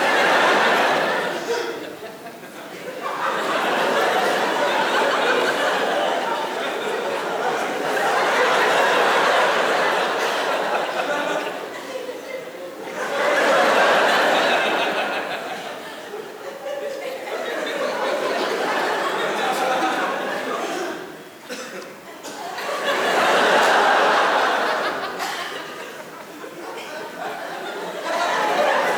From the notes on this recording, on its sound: Taped at the Vic Theatre in Chicago. In this stand-up comedy special.